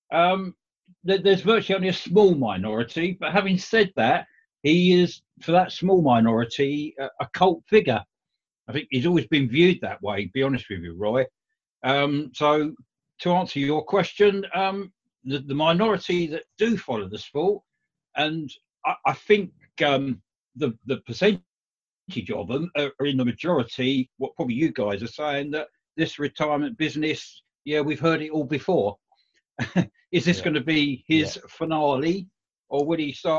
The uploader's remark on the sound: Zoom Show